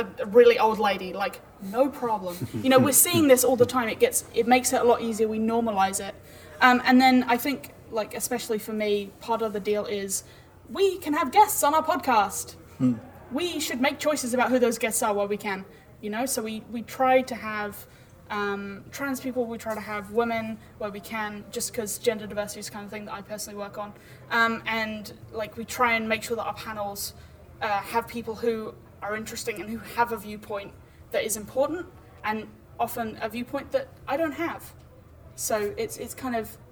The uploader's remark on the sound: 2019 Dragonmeet Panel